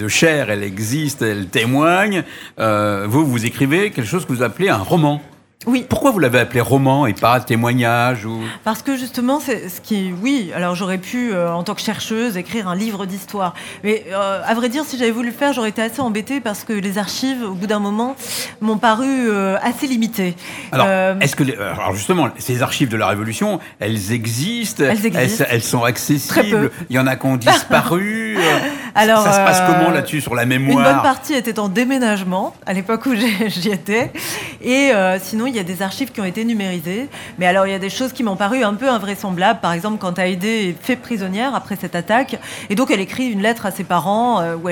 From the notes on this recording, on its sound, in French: Était sur les radios de la FRAMA en direct du salon du livre dimanche 2 octobre 2022.